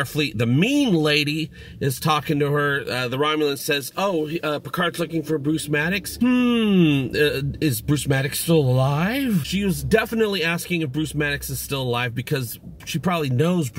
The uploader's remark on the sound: Review From My Car. Blue Yeti Mic.